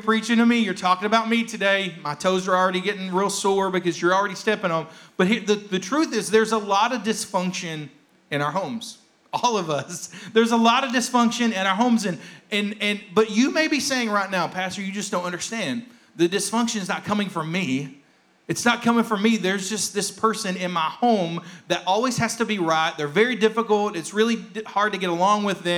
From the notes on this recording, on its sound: rebroadcast of our service